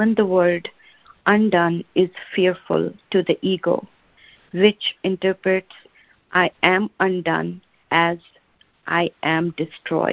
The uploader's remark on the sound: ACIM Daily Conference Call